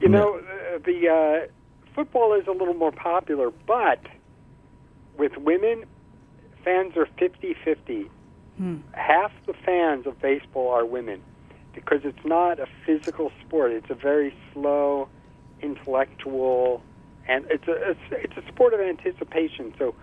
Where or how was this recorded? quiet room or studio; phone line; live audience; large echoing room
phone line